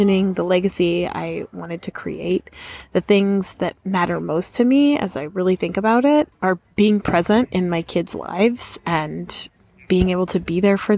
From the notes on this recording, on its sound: A Park Bench Conversation. An open-hearted, off the cuff chat from the park. Lavalier Lapel Microphone.